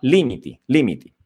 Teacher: la vocale tonica, l'accento cade sulla prima I · Term: l'accento tonico